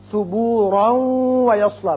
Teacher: اگر ملانا چاہیں اس آیت کو اگلی آیت سے تو پھر را کی تنوین واو سے ملے گی، ادغام غنے کے ساتھ ہوگا